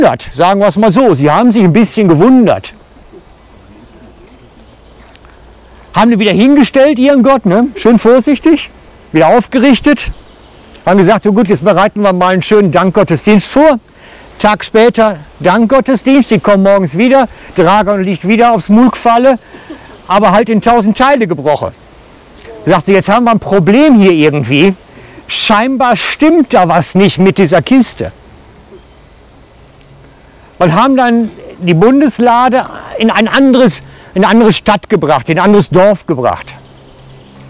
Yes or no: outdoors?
yes